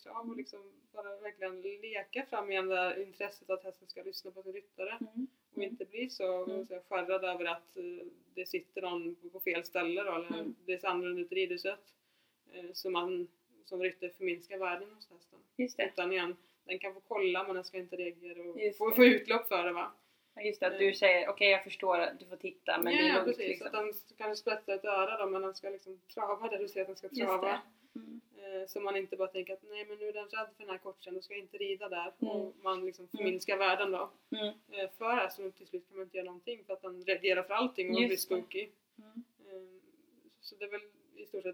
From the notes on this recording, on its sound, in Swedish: Ljudet är tyvärr lite lågt i detta avsnitt.